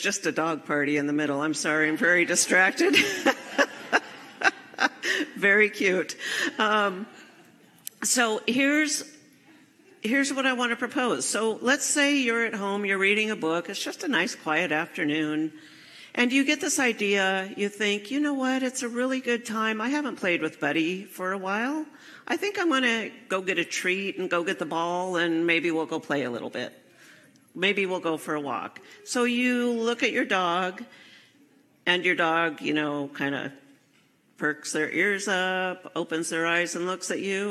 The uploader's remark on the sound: Enjoy this recording from my live service at CSL Seattle in September 2023.